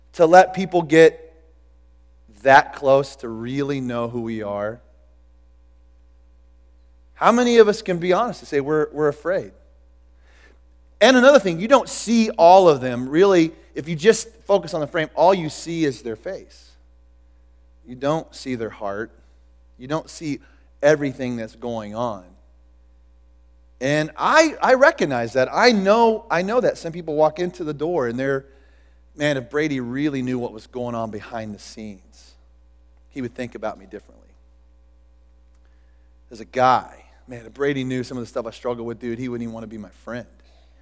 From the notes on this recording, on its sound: Recorded at The Calling Community Church located in Platte City, Missouri. Services are held at the Platte County High School Auditorium.